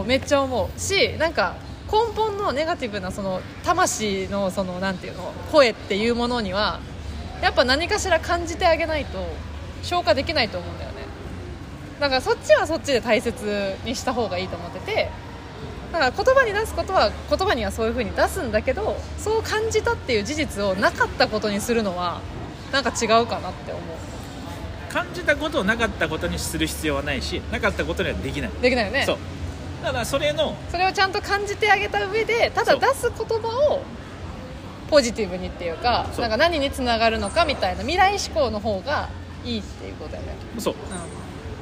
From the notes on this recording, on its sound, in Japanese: マラウイからの公開収録の様子をお届けします。